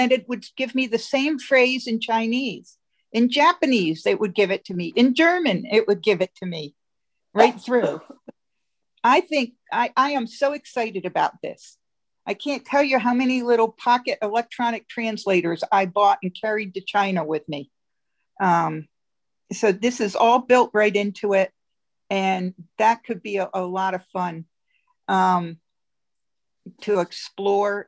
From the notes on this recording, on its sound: Zoom Call Recording of Thurs 12-2-21